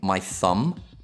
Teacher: Non si pronuncia il B finale, scritto T-H-U-M-B.